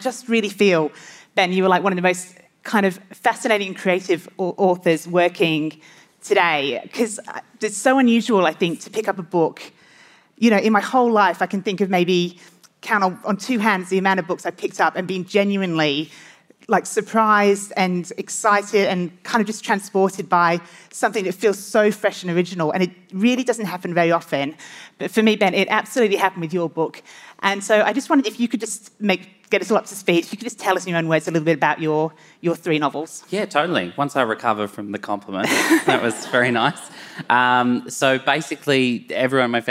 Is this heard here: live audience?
yes